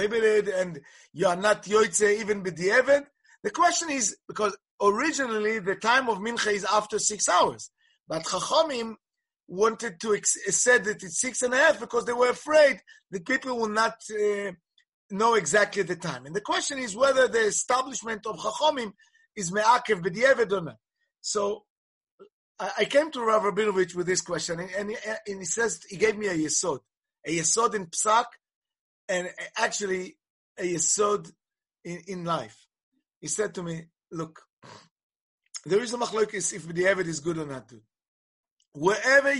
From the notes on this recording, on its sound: Presented at a ZOOM teleconference on the eve of Yom Yerushalayim.